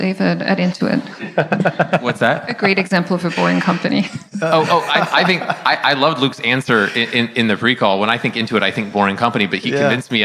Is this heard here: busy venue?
yes